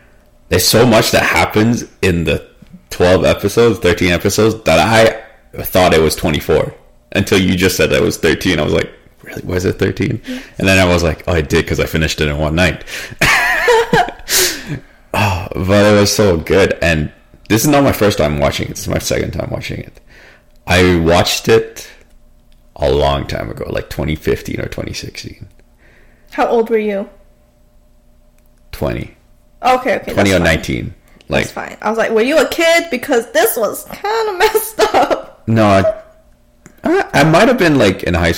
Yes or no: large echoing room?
no